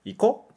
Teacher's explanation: Mas muitas vezes, quando a gente quer falar casualmente, a gente não estica e só fala iko.